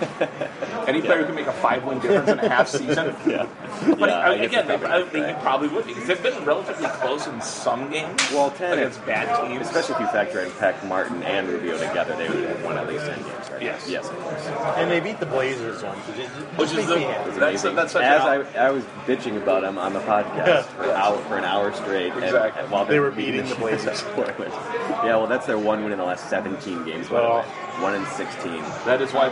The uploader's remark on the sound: Met up at Stout's Pub to record the first episode of 2015.